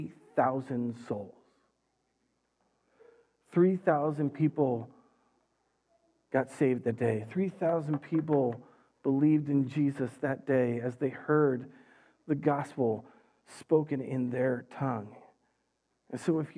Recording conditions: large echoing room